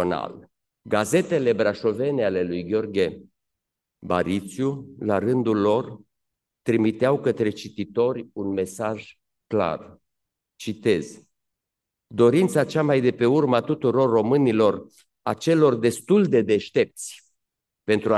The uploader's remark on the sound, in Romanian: Înregistrare din Aula Academiei Române.